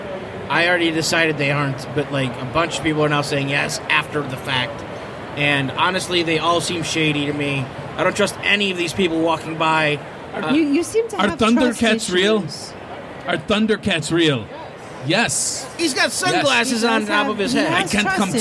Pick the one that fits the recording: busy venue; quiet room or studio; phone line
busy venue